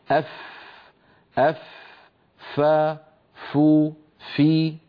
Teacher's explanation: تخرج من أطراف الأسنان العليا، الثنايا العليا، عندما تتوضع على باطن الشفة السفلى · Term: مخرج حرف الفاء